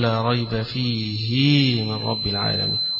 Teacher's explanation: أيضا كلمة فيه إذا قرأها ابن كثير حيشبع الهاء التي في آخره، يشبع كسرة الهاء، فيقول لا ريب فيه من رب العالمين، وباقي القراء بالكسر